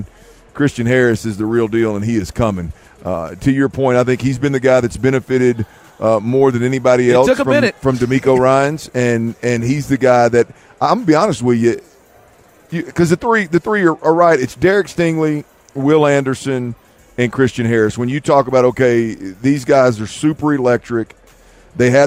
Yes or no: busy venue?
yes